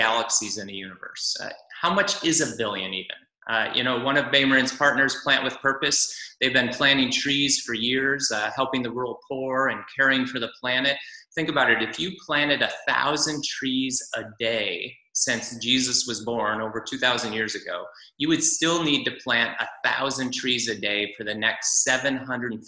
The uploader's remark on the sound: Zoom Church